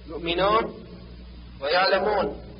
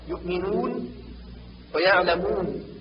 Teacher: والصواب يؤمنون ويعلمون بضم الشفتين وإبرازهما · Shown in: second take